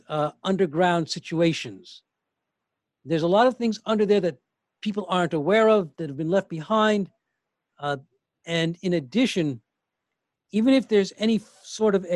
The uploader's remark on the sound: Facilitated a live 2-hour webinar and Q&A. This is the audio only.